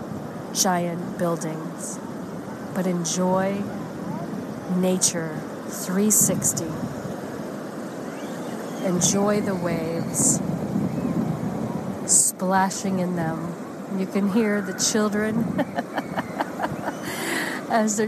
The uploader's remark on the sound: LIVE from Assateague Beach and Chincoteague Island, Virginia, USA. This is a special on location Walk and Talk of our Mindfulness Summer Tour 2022.